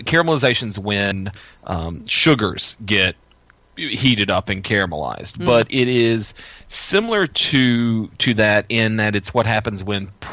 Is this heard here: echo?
no